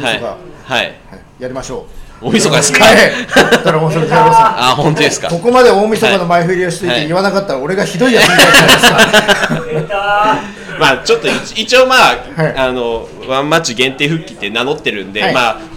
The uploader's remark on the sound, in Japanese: 久々に公開収録を行いました。